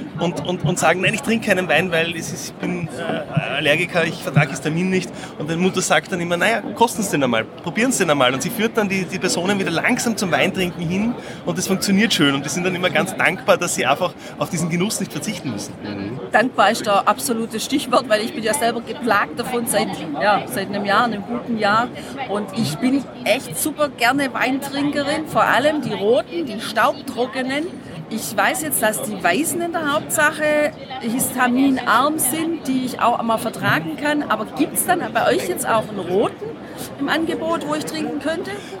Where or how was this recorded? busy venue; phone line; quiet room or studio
busy venue